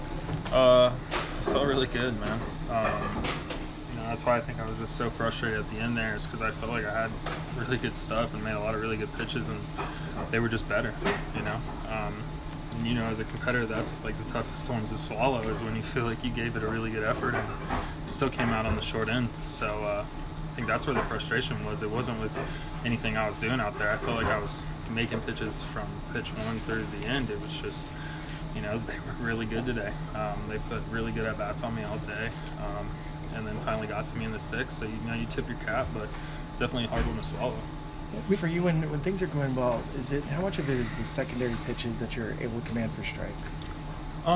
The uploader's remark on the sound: coming to you LIVE from the DNVR Bar